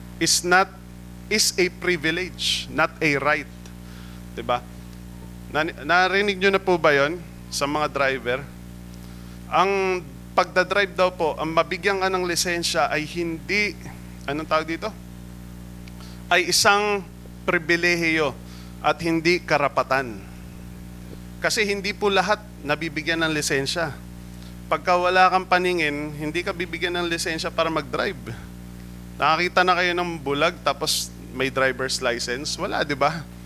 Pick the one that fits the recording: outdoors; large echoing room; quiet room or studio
large echoing room